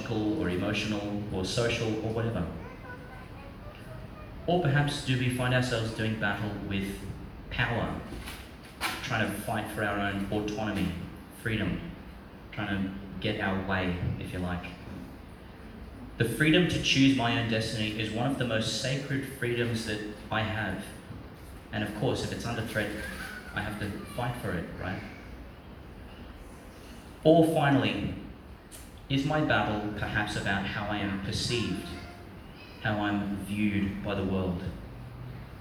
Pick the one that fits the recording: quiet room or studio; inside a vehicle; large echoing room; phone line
large echoing room